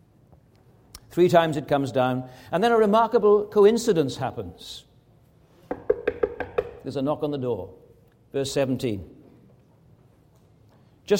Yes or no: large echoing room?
yes